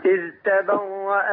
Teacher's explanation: عايزين بقى نبين الذال ونفصلها عن التاء